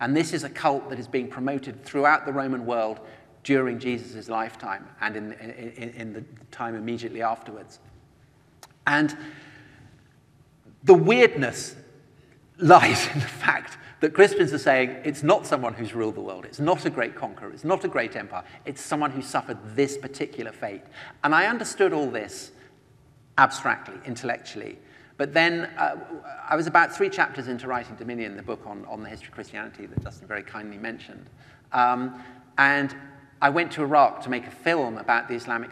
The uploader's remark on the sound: The second part of a conversation recorded live. At the IllumiNations Europe conference in Scotland.